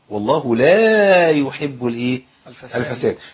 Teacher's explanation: دايما بنحذر من اسقاط الالف من لا · Term: بيان الالف